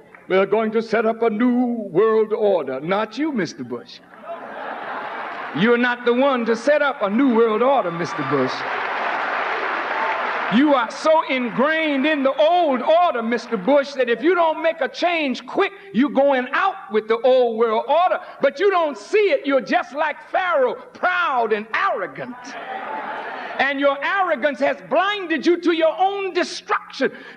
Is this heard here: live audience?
yes